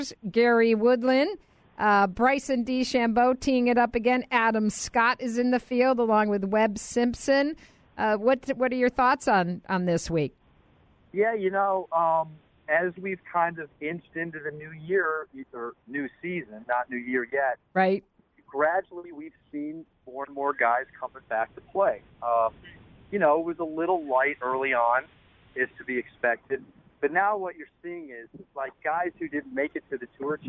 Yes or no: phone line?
yes